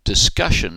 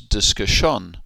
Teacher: when we hear French people speaking, they tend to put the stress on the final syllable · Shown in: second take